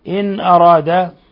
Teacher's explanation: إن أراد نون ساكنة جاء بعدها الهمزة أيضا إظهار حلقي